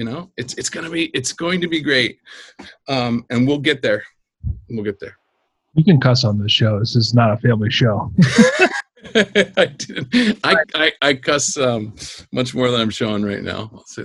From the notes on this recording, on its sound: In our first Zoom PRO EDU Photography Podcast interview